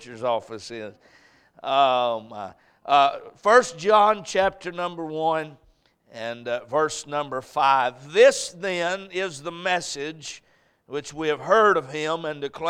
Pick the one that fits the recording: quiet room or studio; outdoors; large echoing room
large echoing room